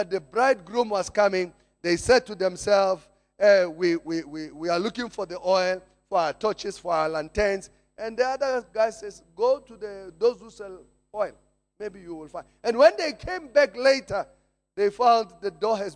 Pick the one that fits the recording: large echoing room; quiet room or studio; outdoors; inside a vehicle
large echoing room